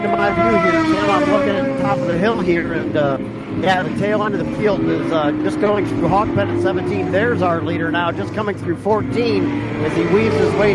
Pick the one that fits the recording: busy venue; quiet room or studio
busy venue